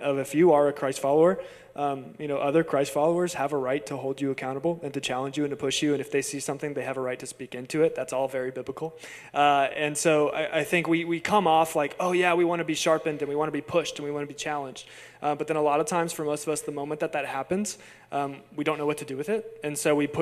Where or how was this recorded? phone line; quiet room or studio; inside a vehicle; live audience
live audience